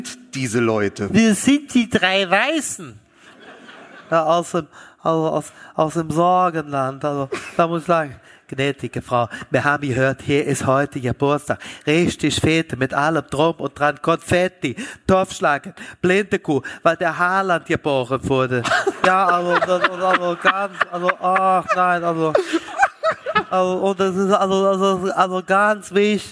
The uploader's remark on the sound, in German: LIVE AUS HAMBURG. Unser Live-Auftritt.